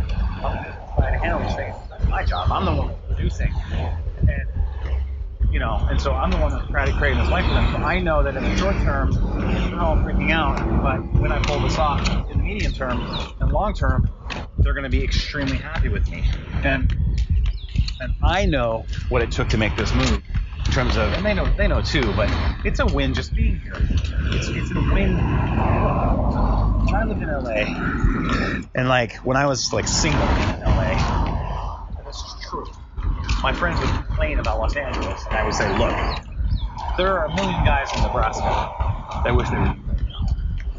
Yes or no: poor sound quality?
yes